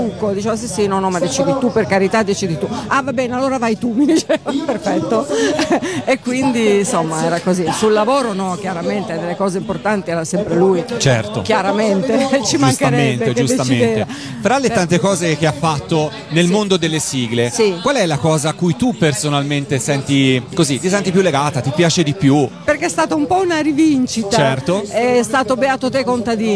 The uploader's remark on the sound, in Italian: Da San Marino Comics 2020 la nostra intervista